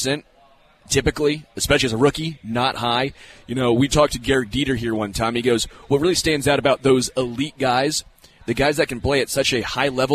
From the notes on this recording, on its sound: LIVE from Hollywood Casino!